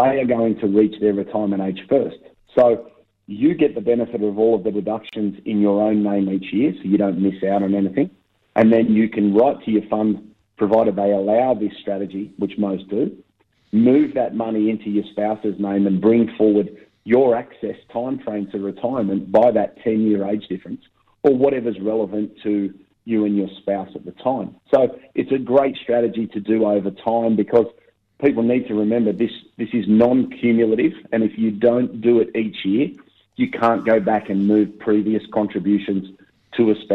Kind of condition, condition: link, phone line